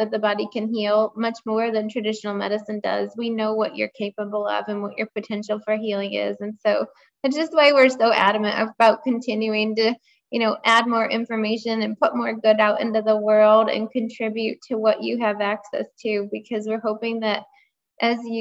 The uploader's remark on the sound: This was a live Zoom call with actual 90/10 Lifestyle participants.